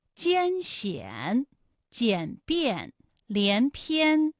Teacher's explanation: 舌尖迅速移到上齿龈，最后抵住上齿龈，做出发鼻音呢的状态